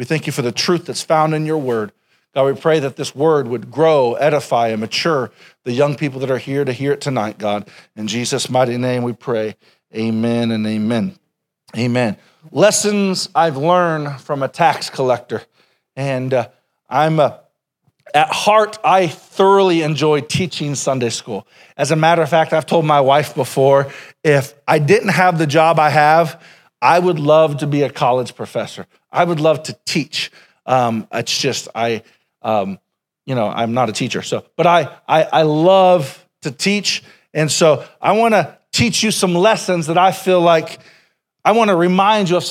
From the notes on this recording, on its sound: Sermon originally preached April 14, 2021